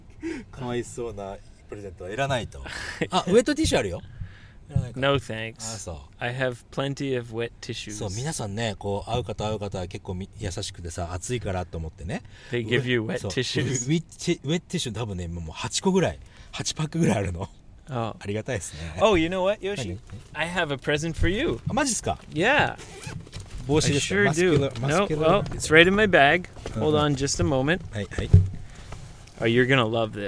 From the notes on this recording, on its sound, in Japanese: GoGo号の中で録音をしたのであります